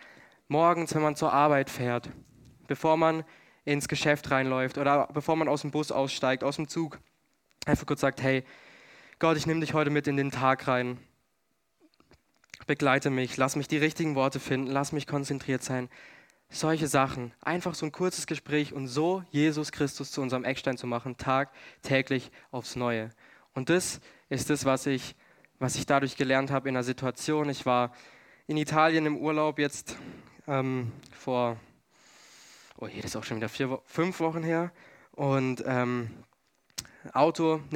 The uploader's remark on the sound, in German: 2022 in der Gemeinde Kaleo Schopfheim aufgenommen.